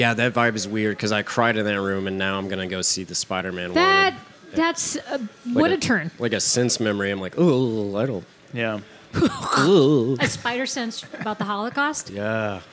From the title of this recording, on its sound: TAQUERIA LA NUEVA-WESTPORT! On Location!